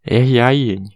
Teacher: Perceba que as vogais uh, possuem dois tempos e os dois tempos ficam com a vogal A, que é longa, e nenhum tempo com a vogal I, que é muda.